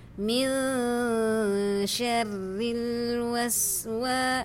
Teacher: Ra bila berbaris di bawah dia hukum dia terqiq nipis. Ini nipiskan.